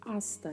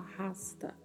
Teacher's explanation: Na pronúncia, a letra H, a letra H não tem som muito cuidado para não usar na pronúncia como se houvesse um R · Shown in: first take · e falar rasta.